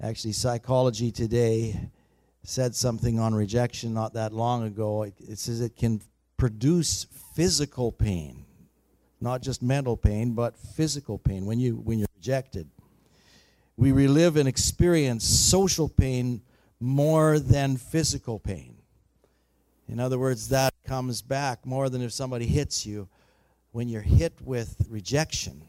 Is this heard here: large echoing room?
yes